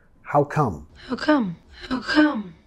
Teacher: Nota que vamos a bajar de entonación al final. No es how come, más how come, how come.